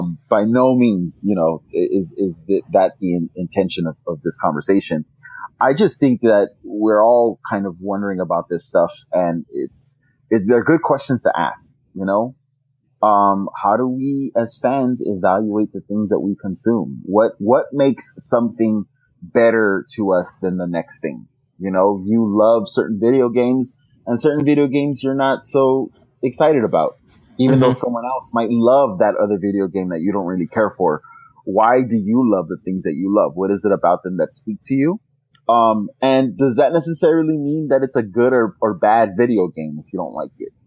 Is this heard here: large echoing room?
no